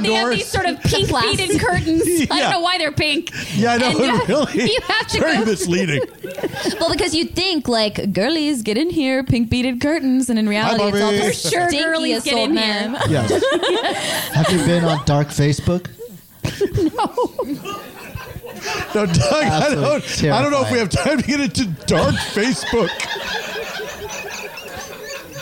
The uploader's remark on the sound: Perform the show LIVE at The Dynasty Typewriter. Travel to Los Angeles to perform the show LIVE at The Dynasty Typewriter.